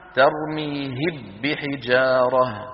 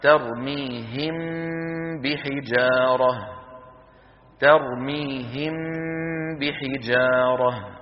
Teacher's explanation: ولو أدغمنا لقلنا ترميهب بحجارة، فلا هذا ولا ذاك، لا نقول ترميهم بحجارة بارتفاعتين ولا ندغم الميم في الباء، وإنما نطبق الشفتين على الميم ونطول غنتها ثم ننطق الباء · Shown in: second take · هكذا ترميهم بحجارة ترميهم بحجارة.